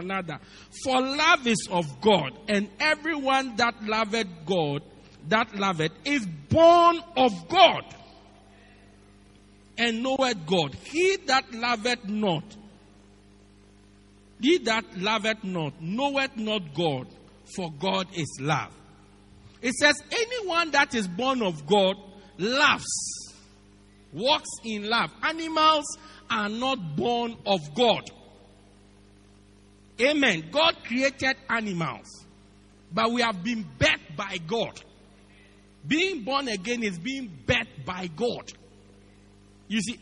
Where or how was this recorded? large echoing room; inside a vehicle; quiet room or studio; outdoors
large echoing room